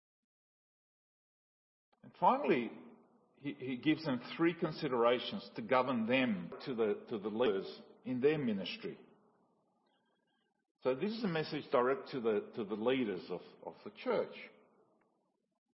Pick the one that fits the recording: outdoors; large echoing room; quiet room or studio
large echoing room